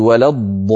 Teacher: ننطق لامين، لام ساكنة يتلوها لام مكسورة. فالألف في الضالين أتى بعدها سكون، هذا السكون هو الذي جعل مبررا لتطويل الألف عن حركتين، من هنا سمي هذا المد مد فرعي. · Term: حرف مشدد